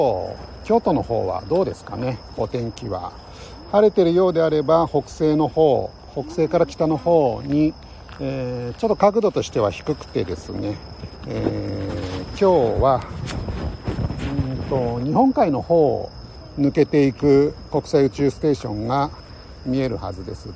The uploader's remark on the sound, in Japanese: LIVE 野毛大塚古墳から国際宇宙ステーション中継。